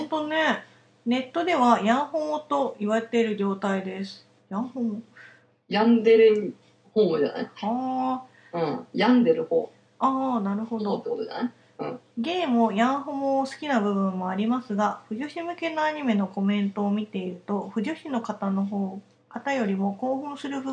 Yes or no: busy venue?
no